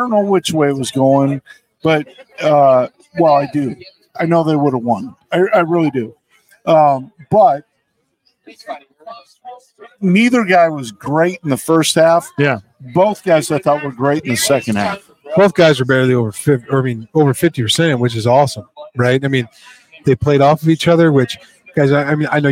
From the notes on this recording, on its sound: Live at The James with the Lithia Ford of Boise Postgame Show after Boise State's thrilling 35-27 comeback win at Albertsons Stadium.